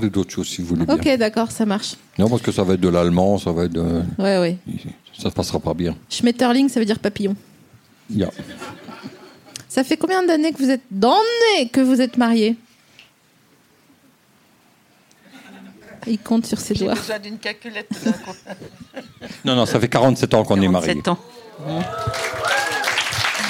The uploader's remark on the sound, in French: Cet épisode a été enregistré le 7 septembre 2019 à La Nouvelle Seine (3 Quai de Montebello, Paris 5e).